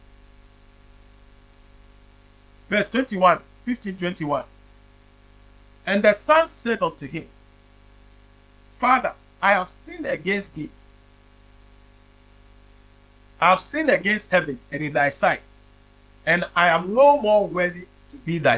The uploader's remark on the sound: preached at the Living Waters Cathedral